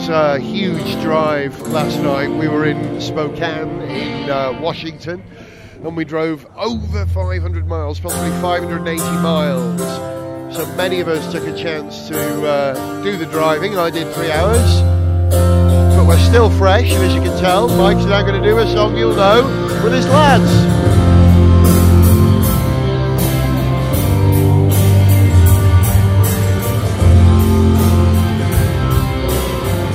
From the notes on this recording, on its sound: Salt Lake City & Denver. On stage for the soundcheck.